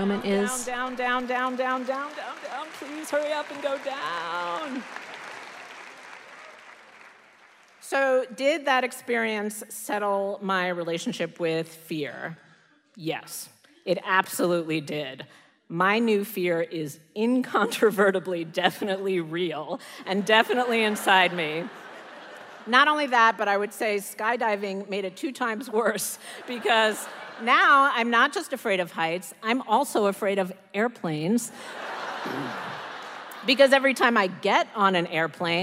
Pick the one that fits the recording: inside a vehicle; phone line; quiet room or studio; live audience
live audience